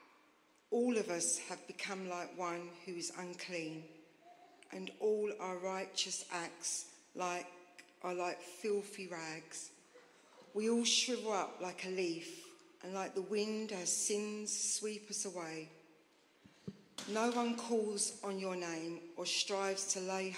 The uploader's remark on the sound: Streamed live at St Paul's Shadwell on Sunday, 3 December 2023